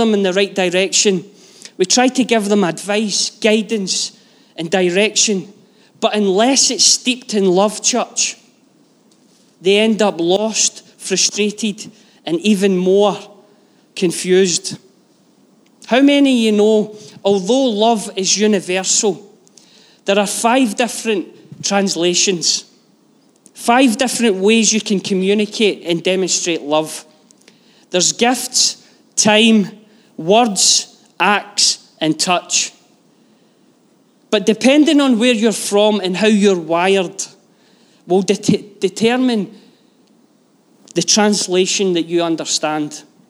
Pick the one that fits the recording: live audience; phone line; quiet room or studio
live audience